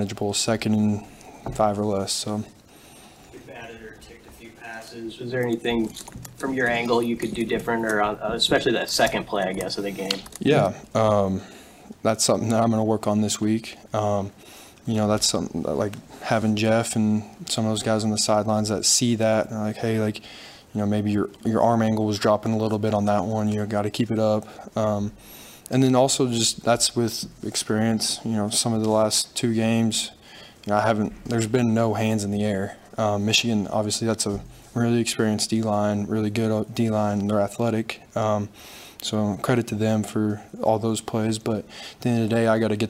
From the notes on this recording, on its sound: Post Game Press Conference. Postgame press conference following Nebraska's 45-7 loss to Michigan.